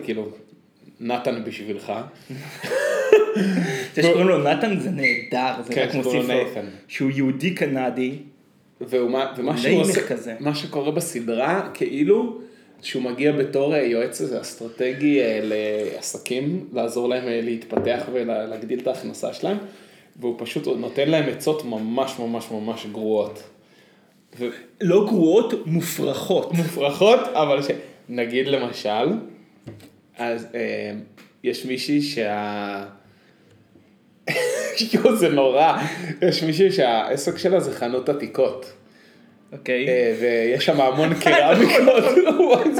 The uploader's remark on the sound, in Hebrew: הפעם הפרק הוקלט בפלורנטין ועל כן ניתן להבחין בהד המזוהה עם דרום העיר